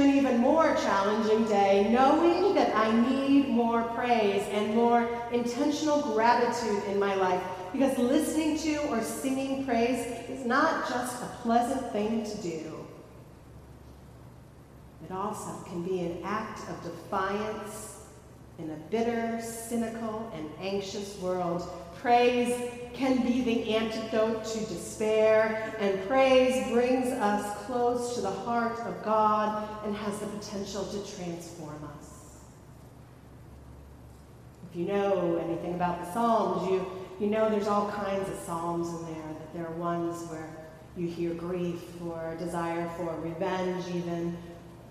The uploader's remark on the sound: Recorded at Fairmount Presbyterian Church in Cleveland Heights, Ohio.